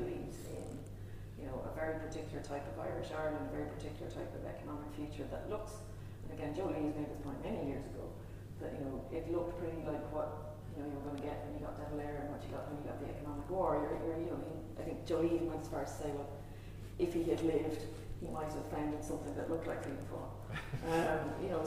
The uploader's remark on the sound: Dublin Festival of History. In the Royal Irish Academy. As this was recorded with a live audience there is some background noise and the sound quality is not perfect.